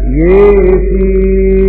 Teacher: أمال الياء من فاتحة سورة ياسين فيقرأ هكذا: ياسين بإمالة الياء